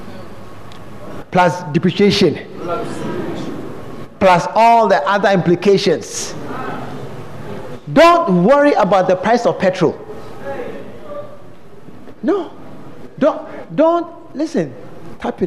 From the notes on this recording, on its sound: during The Special Visit Convention at The Fountain of Life Cathedral